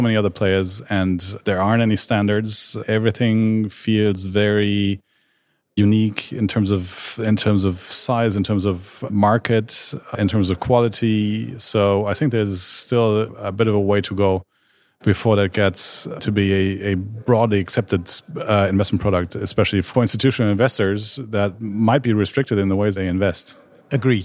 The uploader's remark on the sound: we are pod-casting live from the first Consumer Finance Summit in Cologne on October 27th